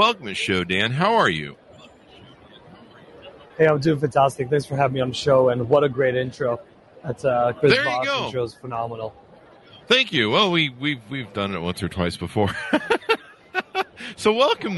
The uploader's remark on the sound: Interview At Collision Conference 2022